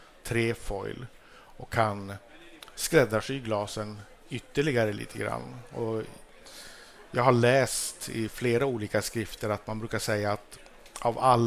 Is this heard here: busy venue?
yes